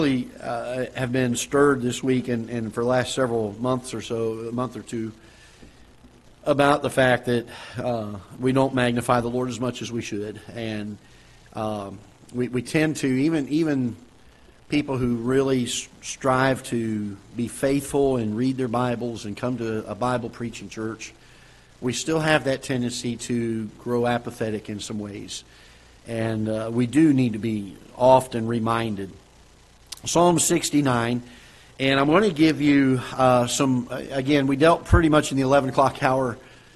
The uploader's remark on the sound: Ketha Heights Baptist Church ~ Live Broadcast